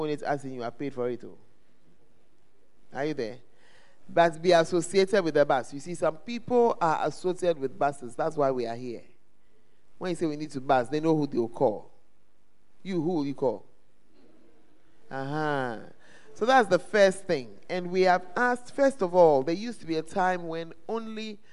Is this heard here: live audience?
yes